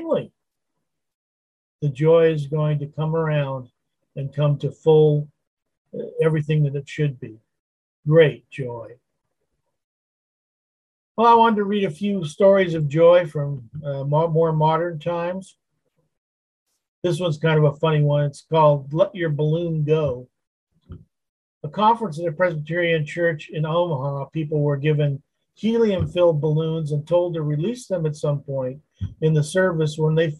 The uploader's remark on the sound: Wednesday Zoom study